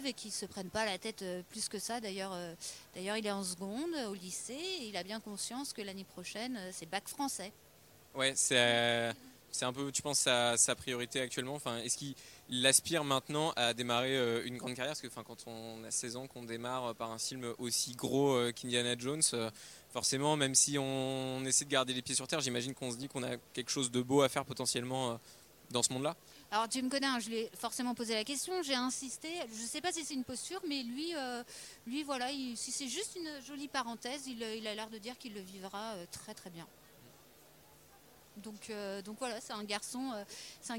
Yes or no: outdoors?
yes